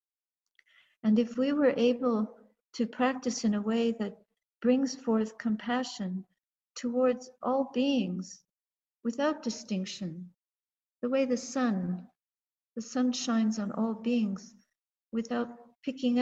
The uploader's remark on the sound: A talk given in a Toronto Theravada Buddhist Community (TBC) zoom during the COVID-19 pandemic.